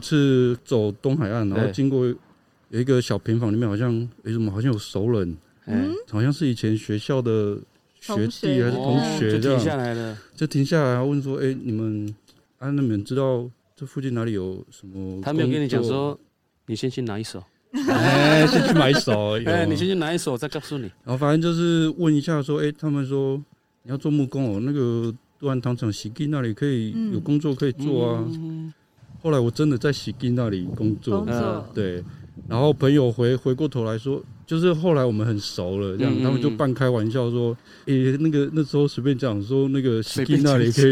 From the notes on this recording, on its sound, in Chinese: 本集因戶外錄製偶有環境音干擾，敬請見諒！